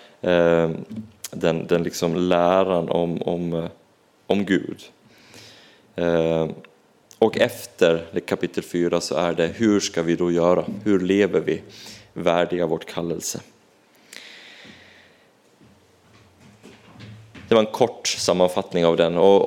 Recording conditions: large echoing room